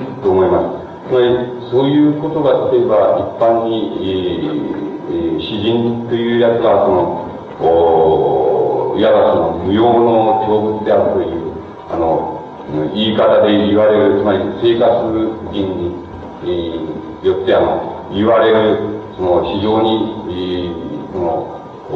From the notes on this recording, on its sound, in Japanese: 主催：早稲田大学 早稲田祭実行委員会。場所：早稲田大学 大隈講堂。客席から録音されているため 周辺のノイズが入っており、 音質はあまりよくない。